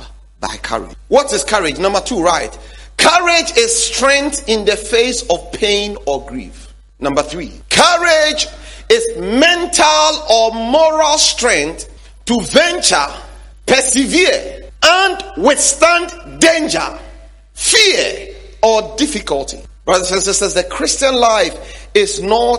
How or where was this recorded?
large echoing room